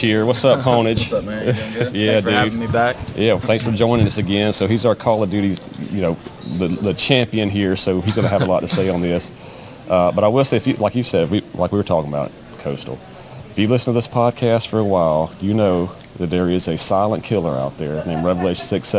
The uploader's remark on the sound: LIVE* MS Comic Con 23